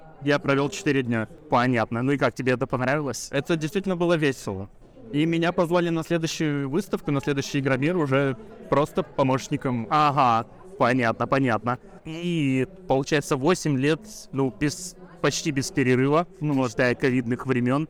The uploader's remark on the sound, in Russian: в выездном выпуске с Bubble Comics Con 2021